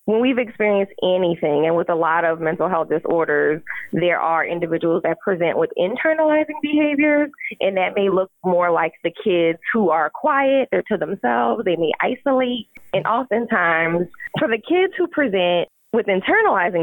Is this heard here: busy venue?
no